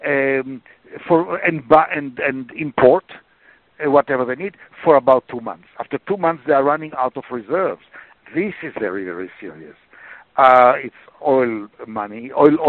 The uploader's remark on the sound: briefed the Middle East Forum on a conference call May 16, 2016